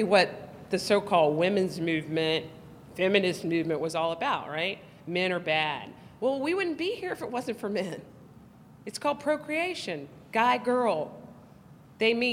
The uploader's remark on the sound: Her presentation, which was joined in progress, was recorded at the Institute's Texas Women's Summit in Fort Worth on October 23, 2015.